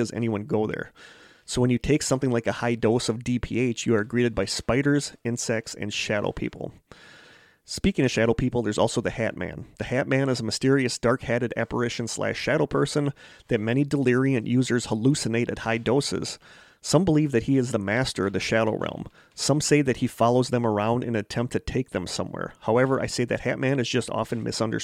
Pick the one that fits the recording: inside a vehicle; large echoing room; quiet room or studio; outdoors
quiet room or studio